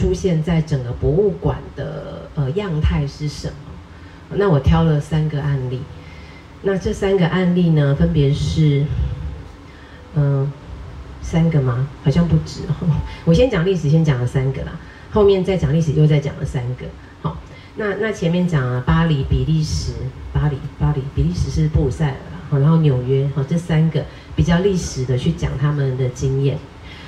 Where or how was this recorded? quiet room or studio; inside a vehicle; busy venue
busy venue